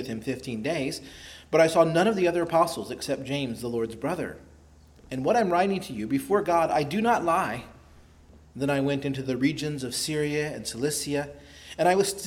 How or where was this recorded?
large echoing room